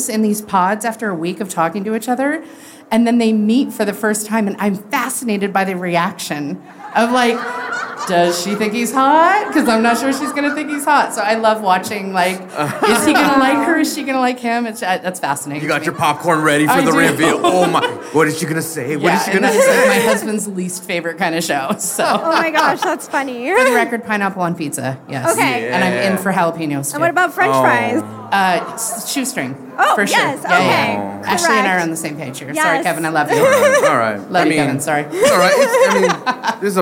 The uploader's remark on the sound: Live From WPPI. Welcome to this special live edition of The Portrait System Podcast!